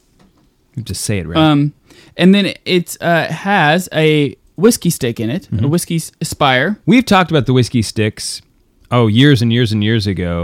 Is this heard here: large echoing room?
no